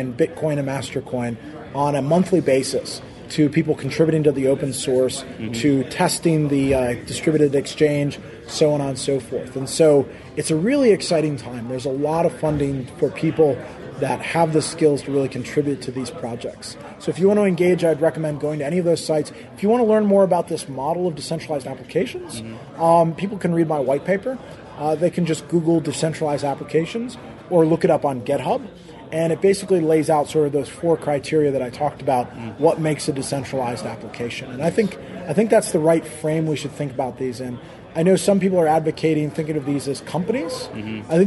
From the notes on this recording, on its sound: This weeks program was mostly recorded at the First Annual Texas Bitcoin Conference which took place this week in Austin, TX.